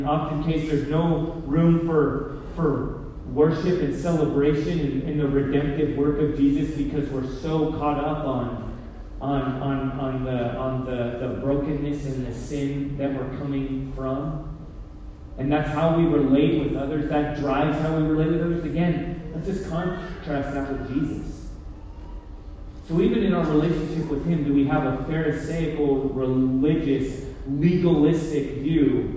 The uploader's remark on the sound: Poor Audio Quality.